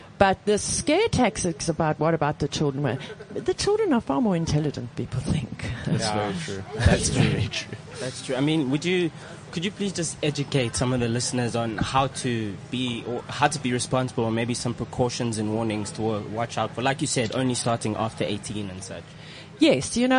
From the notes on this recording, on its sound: Had our first outside broadcast - coming to you live from the Lifestyle Home Garden.